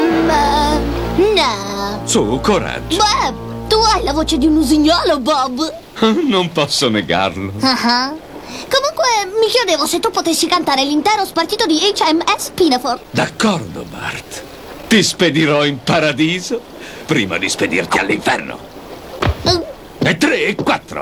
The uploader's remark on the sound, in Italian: Da Lucca Comics & Games 2018